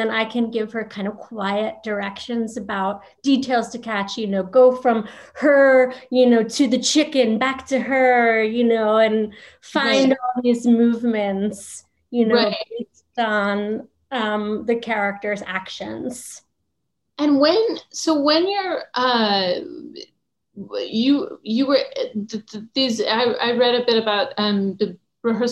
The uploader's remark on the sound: virtual Q&A